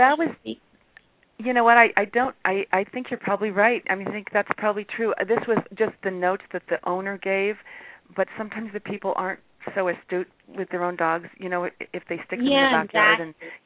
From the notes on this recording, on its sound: open up the lines for listeners to call